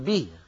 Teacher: صوت الكسرة مطابق لصوت الياء ولكنه قصير · Term: إتمام الحركات